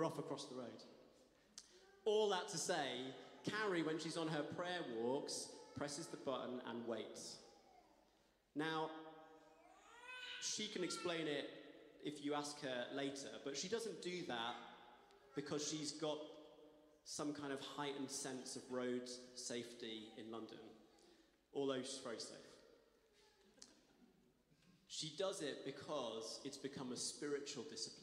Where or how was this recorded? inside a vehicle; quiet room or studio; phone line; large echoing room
large echoing room